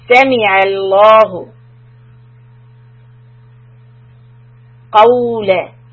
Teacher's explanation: So qaf is heavy, fatha followed by waw, madleen.